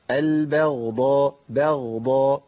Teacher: الباء بسرعه البغضاء بغضاء مع بيان طبعا رخاوه الغين لانها ساكنه